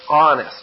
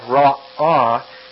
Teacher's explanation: When you say the word honest, you're starting that honest, you're starting that O sound with a closure of your throat · Term: closure of the throat